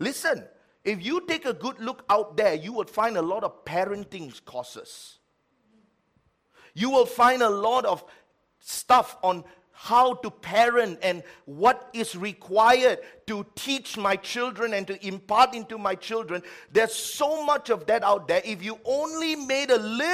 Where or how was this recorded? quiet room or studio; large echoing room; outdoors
large echoing room